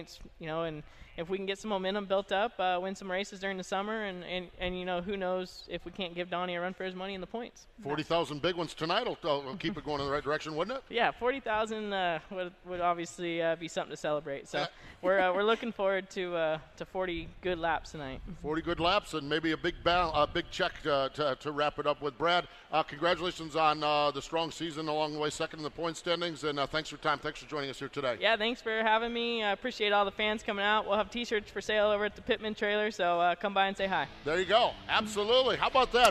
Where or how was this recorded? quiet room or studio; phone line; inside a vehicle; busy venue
busy venue